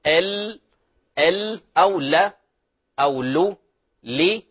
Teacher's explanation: ويغلق الطريق على صوت اللام فيحيد بعض الصوت إلى جانبي اللسان · Term: صفة الانحراف